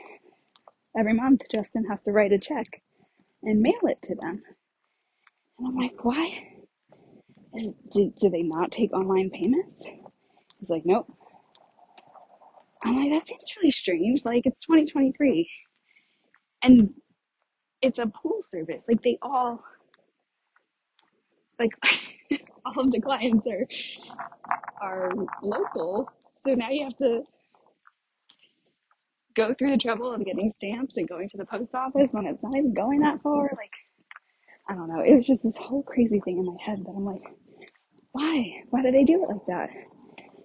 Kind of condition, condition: setting, outdoors